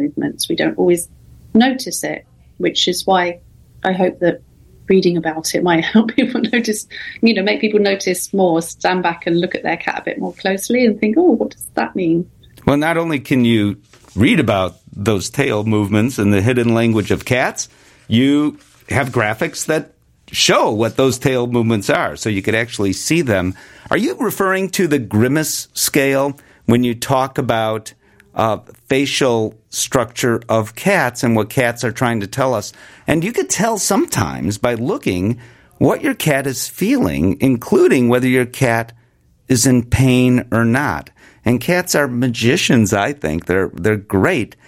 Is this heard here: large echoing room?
no